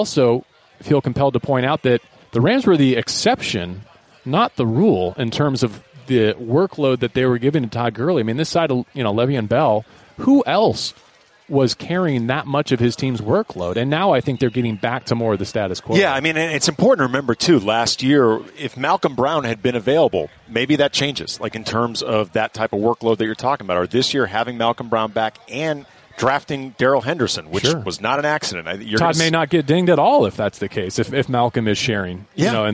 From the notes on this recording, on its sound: live from Rams training camp.